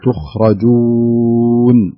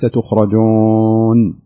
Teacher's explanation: انتبه للواو عند اخراجها يكون اخراجها من الشفه وليس من الخيشوم · Shown in: first take · يعني تخرجون وليس تخرجون.